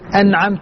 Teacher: أعطيت غنة لكن لم أبالغ فيها، ولذلك التعريف الدقيق له يقول أن دون زيادة في الغنة أو تشديد.